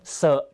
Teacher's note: ออกเสียงเซธรรมดาเสียงไม่สั่น